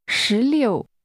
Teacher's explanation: 16 is pronounced with rising and falling tones.